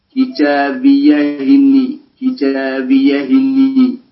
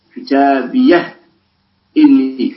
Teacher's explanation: فسكنوا الهاء وحققوا الهمزة بعدها · Shown in: second take · على مراد القطع أي قطع الهمزة والاستئناف كتابيه إني. · Term: التحقيق